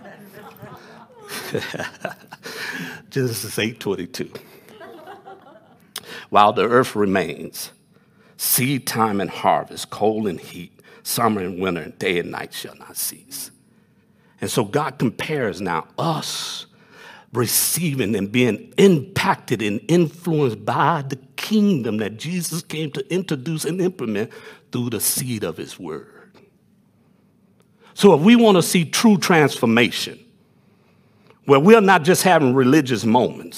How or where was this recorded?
large echoing room